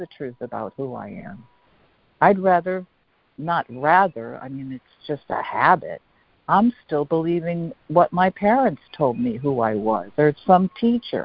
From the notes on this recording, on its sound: ACIM Daily Conference Call.